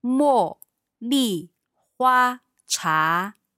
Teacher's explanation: So that's 茉, fourth tone. Mm-hmm. 莉, fourth tone.